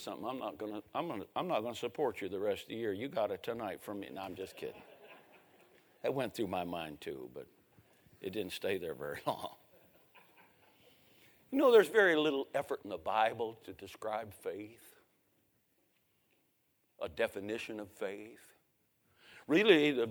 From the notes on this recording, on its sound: 2023 Spring Revival. A sermon preached Monday Evening.